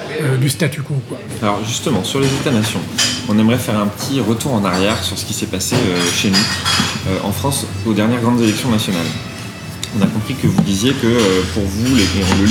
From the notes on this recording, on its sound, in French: enregistré dans un café parisien